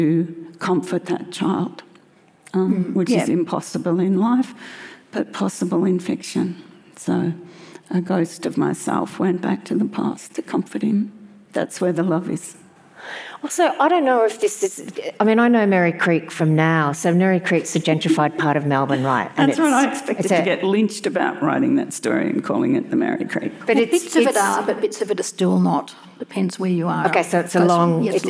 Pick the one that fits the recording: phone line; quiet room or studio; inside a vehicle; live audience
live audience